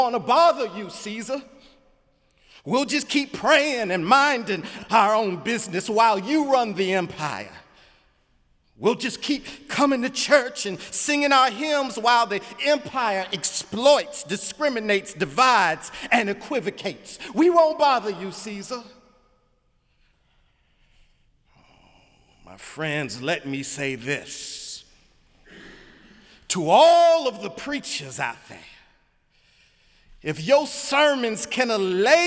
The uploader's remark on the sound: Sunday sermon January 28, 2018 in the Memorial Church of Harvard University